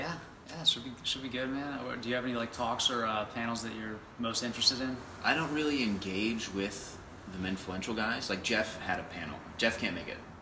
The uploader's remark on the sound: Live from Menfluential 2019